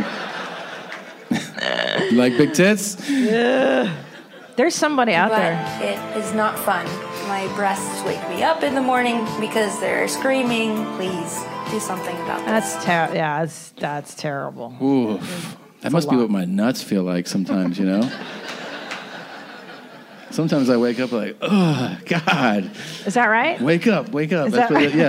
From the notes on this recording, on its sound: Live From Irvine. Here we have the last live show we did at the Irvine Improv.